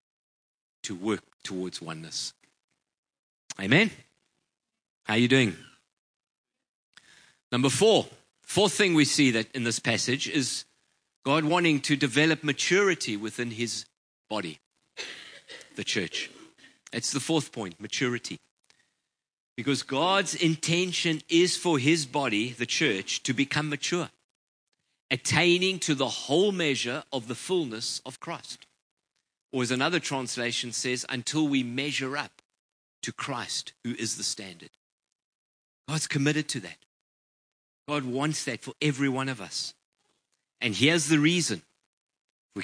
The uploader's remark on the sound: Preached on 19/11/23 at Ngaruawahia